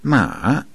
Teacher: Third tone, that's ma, falling rising